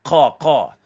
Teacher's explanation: Makhraj huruf qaf ini dipangkal lidah. Makhraj huruf qaf dipangkal lidah.